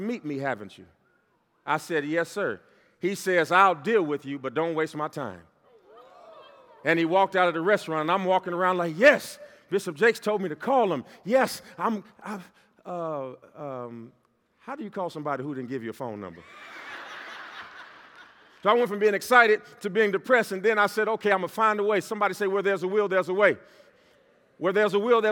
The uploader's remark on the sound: This segment was Originally recorded at the Power of Success Conference in Toronto Canada. A ONE DAY MEGA EVENT, entrepreneurs, teams, and leaders from all of over the country came together.